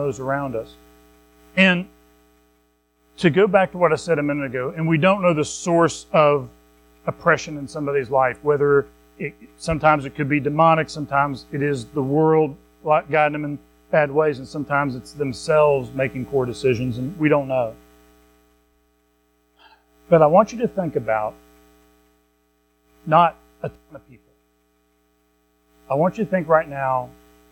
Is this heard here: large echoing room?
yes